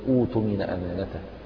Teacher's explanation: لما ضممنا همزة الوصل عند البدء بها تحولت الهمزة الساكنة بعدها إلى واو